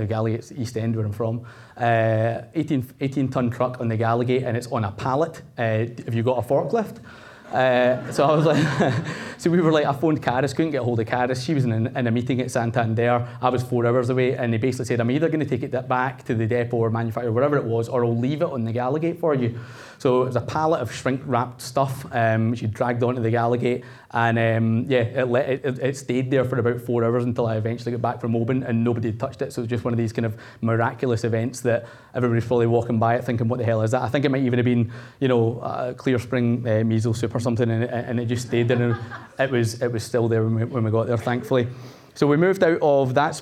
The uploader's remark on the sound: This was recorded at Vevolution Topics: Entrepreneurs in 2018